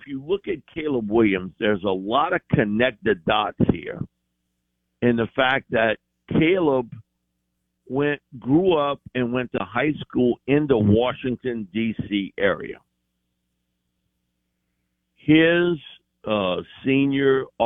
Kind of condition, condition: link, phone line